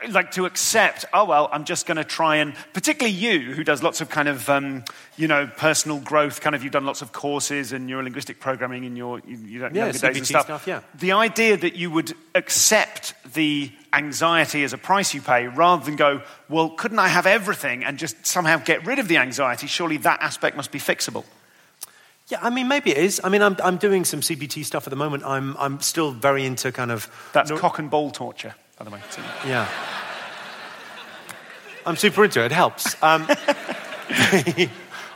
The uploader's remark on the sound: This is a live performance in front of an audience. Live!